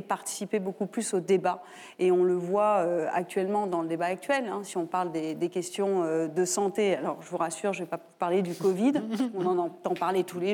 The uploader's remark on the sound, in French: L'émission de RT France en public